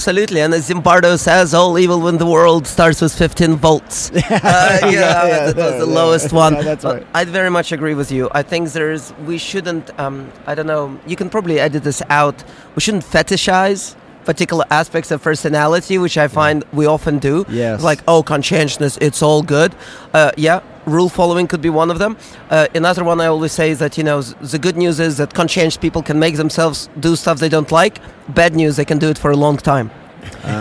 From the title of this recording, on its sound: Live from SIOP